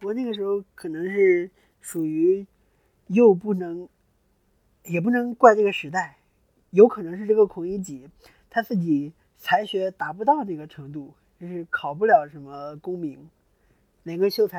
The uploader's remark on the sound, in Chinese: 音质稀碎警告：本期杂音较多，建议一个人的时候公放，使用耳机可能会伤害听力。